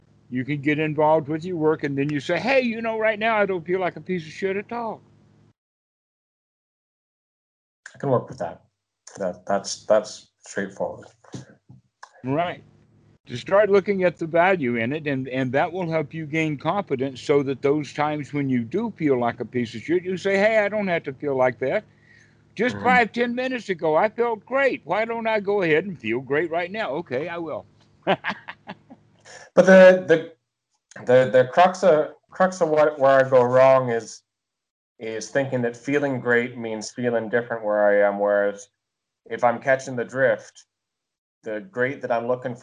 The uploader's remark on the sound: skype calls on this channel